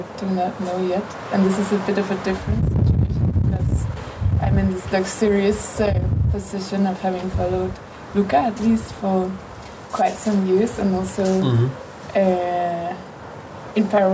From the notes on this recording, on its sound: The setting of the conversation took place an hour drive outside Cagliari in friendly surroundings on the rooftop